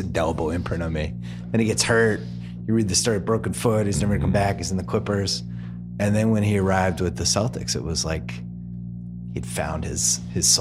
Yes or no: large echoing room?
no